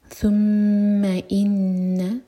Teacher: ثم میم پر غنہ، ان نون پر غنہ، تو جب غنہ کریں تو ناک میں آواز جائے گی اور دو سیکنڈز ہولڈ کریں گے میم شدہ کو اور نون شدہ کو